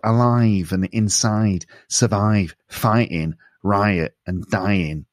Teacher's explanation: the I in words like alive, inside, survive, fighting, riot, and dying, sounds more nasal · Term: nasal sounds